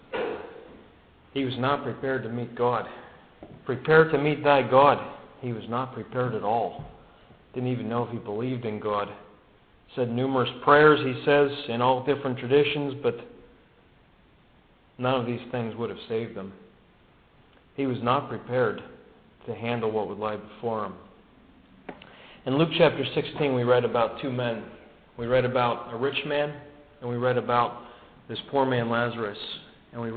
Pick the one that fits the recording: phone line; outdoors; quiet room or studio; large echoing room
large echoing room